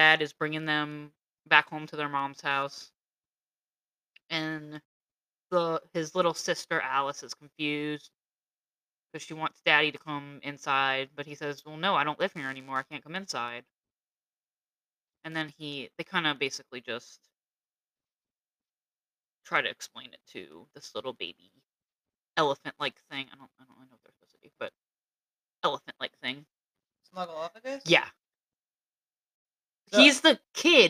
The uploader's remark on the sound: Sorry for the not so great audio.